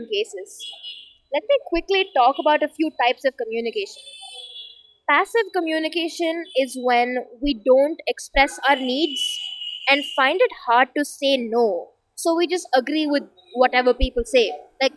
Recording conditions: background noise